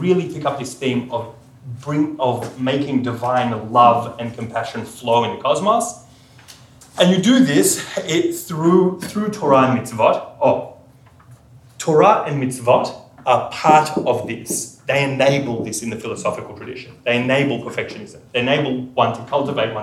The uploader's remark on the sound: Recorded with permission at Yom Limmud, Sydney 2018.